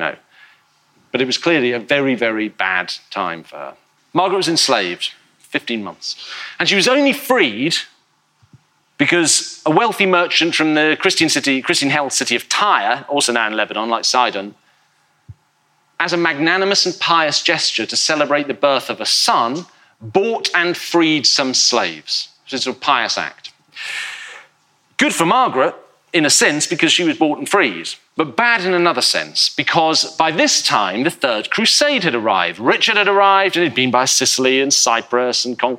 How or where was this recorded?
live audience